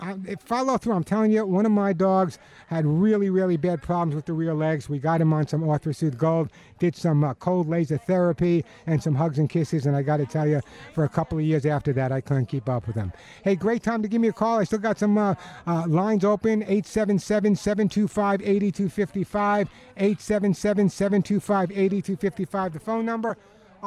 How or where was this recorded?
busy venue